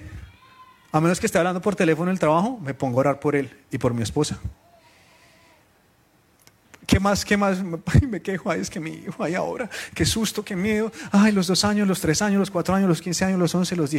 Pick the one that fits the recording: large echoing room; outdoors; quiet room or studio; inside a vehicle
large echoing room